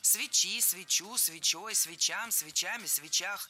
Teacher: ударение всегда падает на окончание. И в единственном числе, и во множественном.